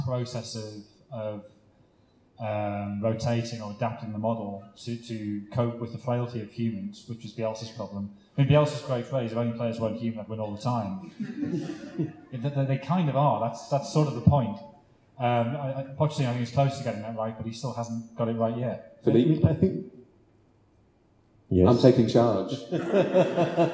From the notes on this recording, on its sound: The Blizzard Live At The National Football Museum (2nd Half). Live Q&A event held at the National Football Museum as part of the Manchester Football Writing Festival. Apologies for the poor sound quality - we were unable to take a direct feed from the microphones and so had to bodge a compromise, and would rather bring you some audio than none at all.